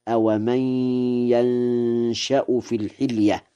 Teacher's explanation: بفتح الياء وإسكان النون وتخفيف الشين مع الإخفاء من نشأ، لازم مبني للفاعل فيقرأ هكذا: أومن ينشأ في الحلية.